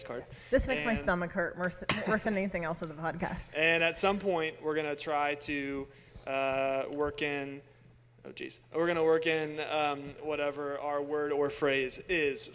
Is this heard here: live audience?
yes